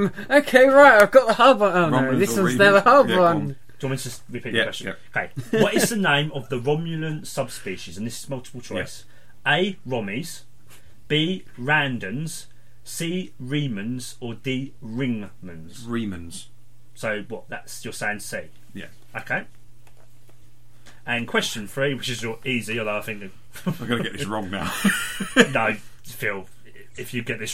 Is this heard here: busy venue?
no